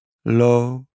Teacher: De tongpunt daalt 3 treden het gehemeld af en tikt bij 3 tegen de tanden.